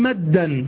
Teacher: فالدال الأولى ساكنة، الدال الأولى ساكنة، فهذا مثال الإدغام الصغير